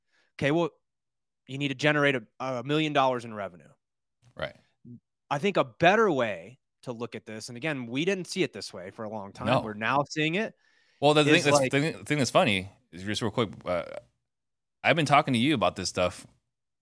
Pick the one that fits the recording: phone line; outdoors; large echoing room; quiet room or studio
quiet room or studio